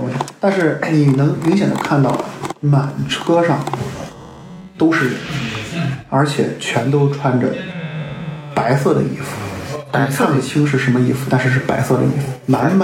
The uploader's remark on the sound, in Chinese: 因为这次跑团时录制的设备并不专业，再加上环境和大家散座的位置，音质会比较差，调试之后改善不大。